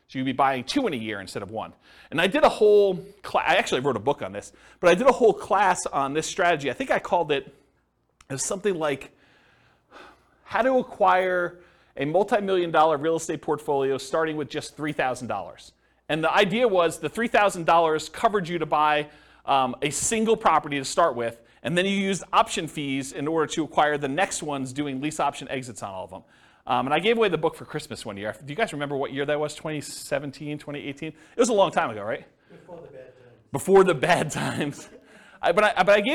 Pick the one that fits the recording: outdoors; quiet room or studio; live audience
live audience